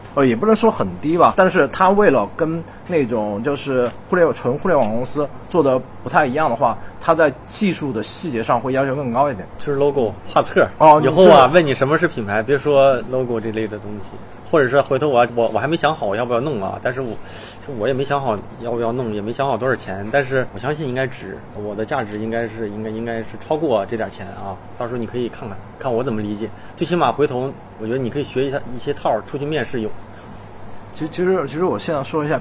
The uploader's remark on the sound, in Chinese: 容忍我因为场地环境录制的环境噪声。